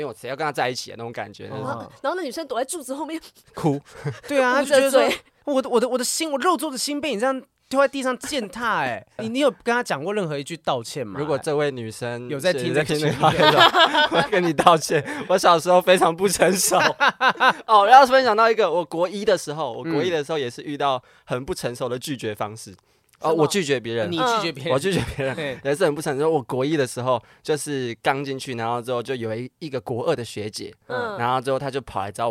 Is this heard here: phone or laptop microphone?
no